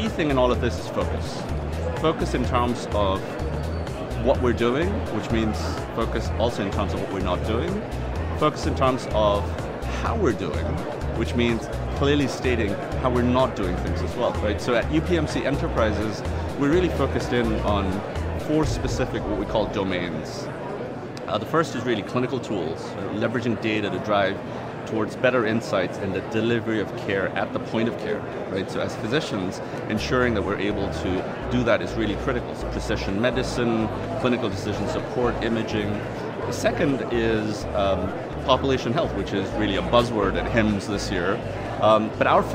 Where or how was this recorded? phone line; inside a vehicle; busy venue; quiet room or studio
busy venue